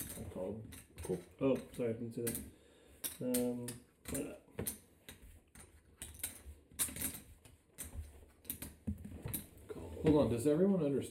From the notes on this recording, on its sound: The audio is dialed back a bit